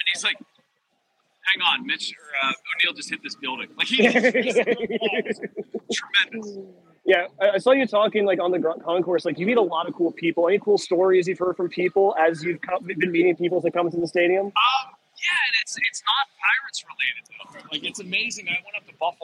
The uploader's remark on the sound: LIVE At LECOM Park. We are live inside LECOM Park for today’s Spring Training game.